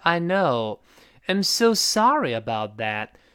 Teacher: 特别这个 know，稍微拖长，拖长音儿，啊，最后声调滑下来